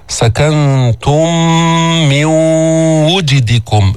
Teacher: ميم وميم أدغمتا فصارت ميما واحدة مشددة · Term: إدغام المتماثلين